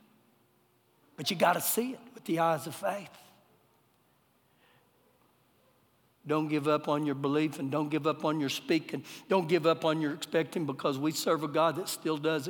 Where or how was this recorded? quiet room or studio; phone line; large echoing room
large echoing room